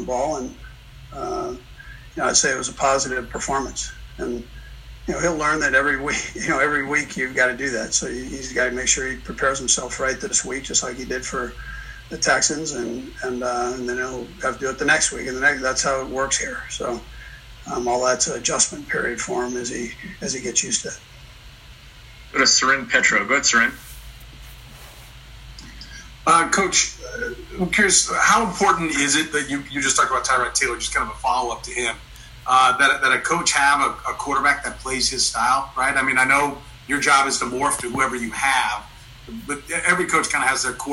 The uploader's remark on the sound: in a conference call with reporters